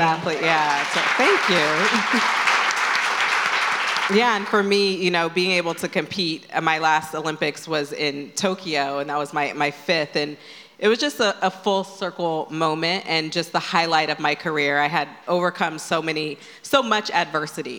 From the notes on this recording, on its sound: In this live podcast conversation straight from our In goop Health wellness summit.